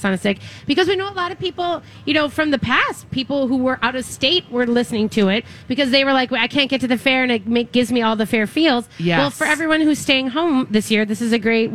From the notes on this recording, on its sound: LIVE at the Fair! Weekly Dish broadcasts live from the MN State Fair!